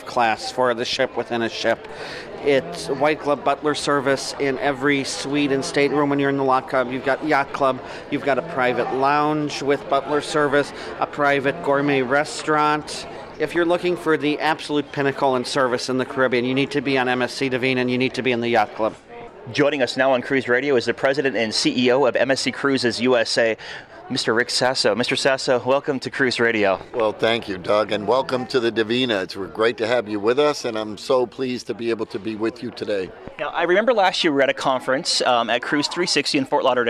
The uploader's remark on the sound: MSC Divina On Location Broadcast